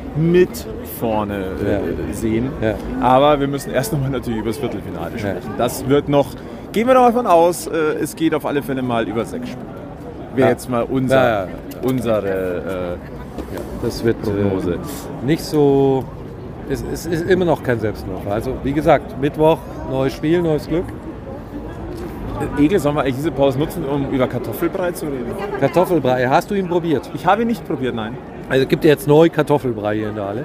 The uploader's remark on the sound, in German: Live-Reportage von Viertelfinal-Spiel 3 zwischen München und Bremerhaven. Gehen wir in Viertelfinal-Spiel 3, im Rahmen dessen diese Folge entstanden ist.